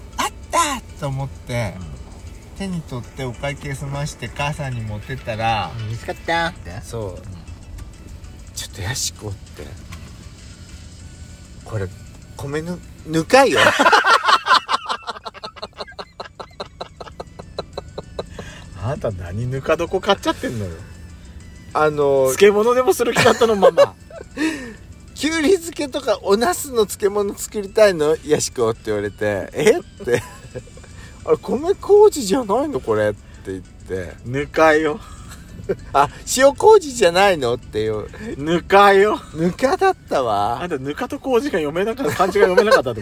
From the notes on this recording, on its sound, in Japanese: パーキング収録